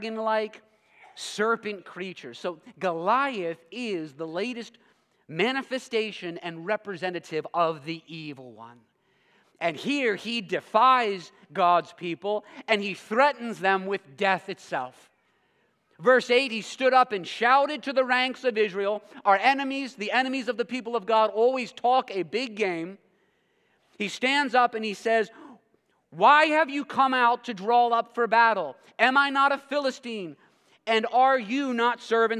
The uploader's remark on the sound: preached this sermon at Covenant Fellowship Church on October 29, 2023.